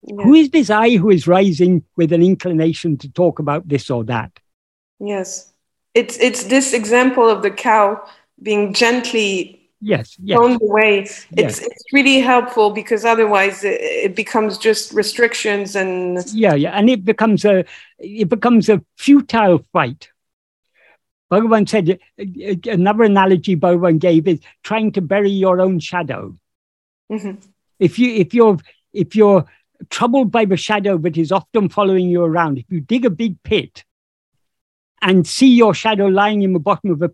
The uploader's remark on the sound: In a Zoom meeting of the ‘Ramana Maharshi Foundation UK’ on 10th September 2022. This second portion of the meeting is posted here as this video.